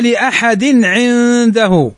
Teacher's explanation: لأحد تنوين بعده العين، والعين من حروف الإظهار، فتكون هنا إظهار تنوين بعده العين